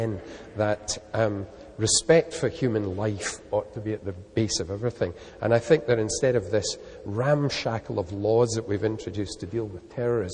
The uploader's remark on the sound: Recorded on 7 October 2006 at the University of Edinburgh's McEwan Hall.